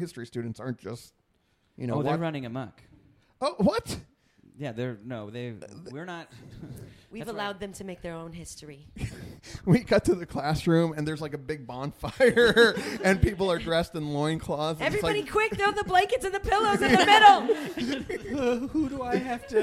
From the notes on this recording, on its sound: Live at The Torch Theatre in Phoenix.